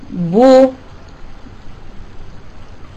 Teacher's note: ويجب أن يكون هذا الضم محكم حتى يخرج صوت الواو العربية وليس الأو الأعجمي · Term: الضمة